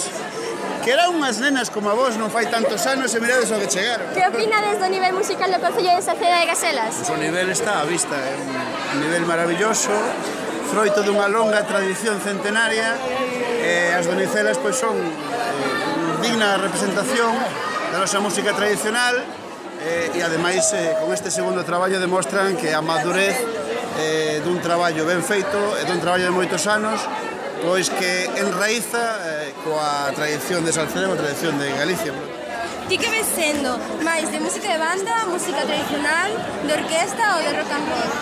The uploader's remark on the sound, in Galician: Nos trasladamos den directo ao auditorio de Salceda, onde presentaron o seu novo disco, para falar con algunha das súas integrantes e coñecer a opinión do público que asistiu.